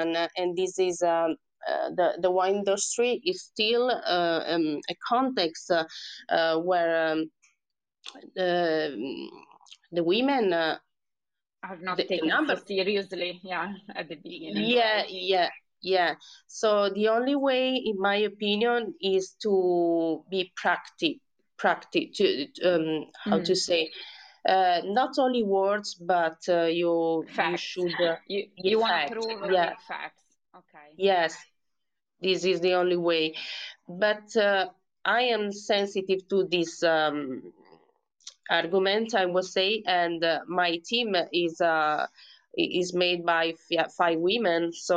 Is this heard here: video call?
yes